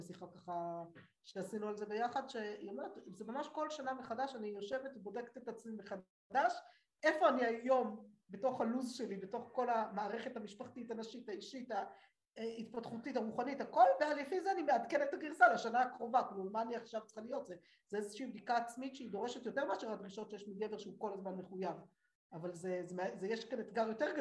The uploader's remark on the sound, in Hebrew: השיעור הוקלט באמצעות תוכנת הזום.